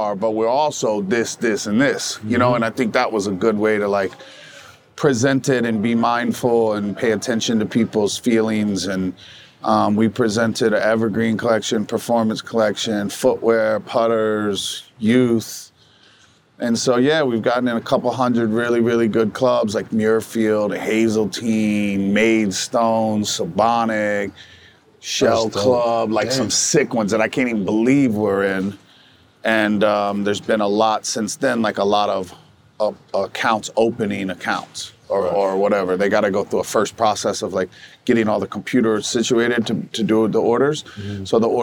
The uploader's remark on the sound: Shot on location at Top Golf Las Vegas.